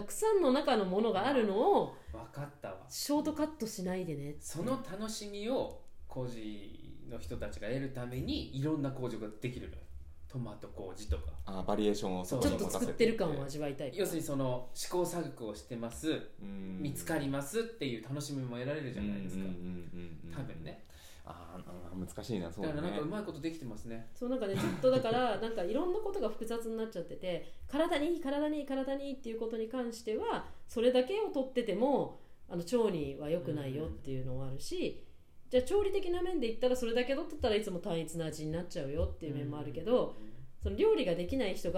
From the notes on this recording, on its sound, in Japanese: 今回マイクの設定がまずく、音が小さくなってしまいました。